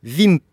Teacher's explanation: Но мы слышим твердое «нт»